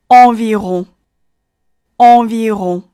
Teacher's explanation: 首先把你的嘴张到足够大，舌头向后缩，感受到气流从鼻腔中冲出，形成鼻怀元音 · IPA: [ɑ̃virɔ̃]